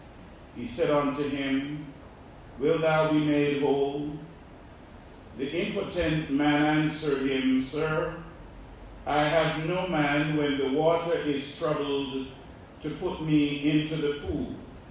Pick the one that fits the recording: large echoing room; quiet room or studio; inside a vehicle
large echoing room